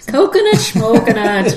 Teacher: You take a word, you repeat it. The second word, you replace the first consonant with SHM · Term: SHM reduplication